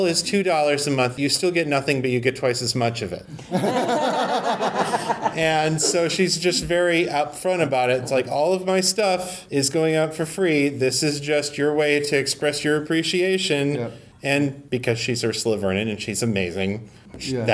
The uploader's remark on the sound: In this panel from Balticon 51